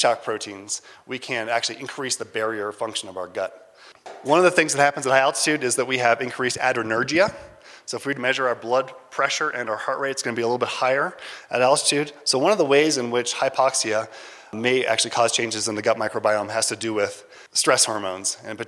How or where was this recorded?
live audience